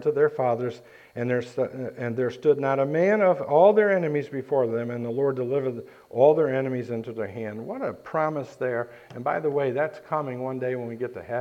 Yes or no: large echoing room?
yes